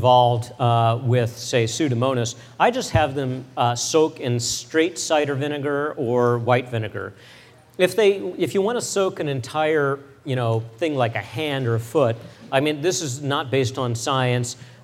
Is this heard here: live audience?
yes